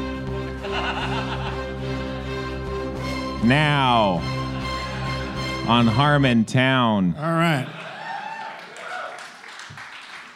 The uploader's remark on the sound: Our first show at the beautiful Dynasty Typewriter theater kicks off with an audience for the first time in months.